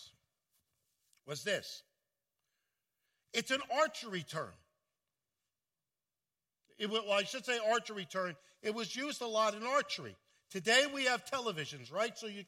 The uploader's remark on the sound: at Full Gospel Church in Livingston, NJ